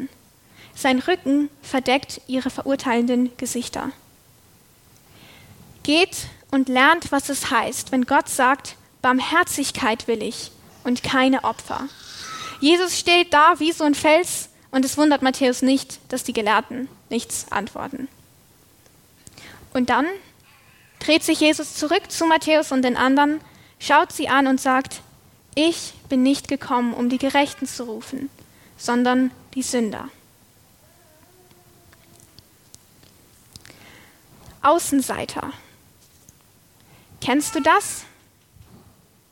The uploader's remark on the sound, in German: Predigt aus der LKG Rostock